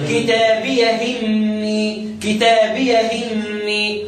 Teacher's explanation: لو أنا وصلت كتابية إني نقل حركة الهمزة إلى الساكن قبلها أقولها إزاي كتابية إني كتابية إني واضح ولكن قال لك وكتابية